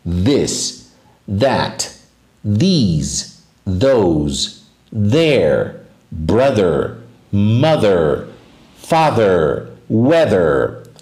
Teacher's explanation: Vamos praticar algumas palavras com o vozeado, TH vozeado, vibrando